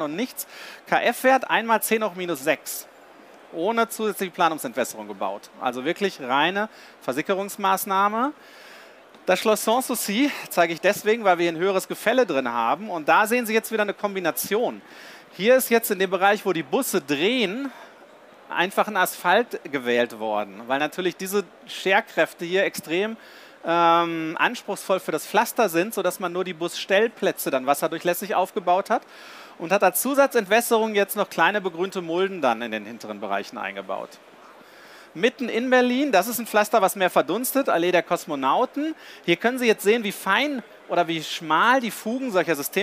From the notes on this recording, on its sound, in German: live von der GaLaBau Messe 2022.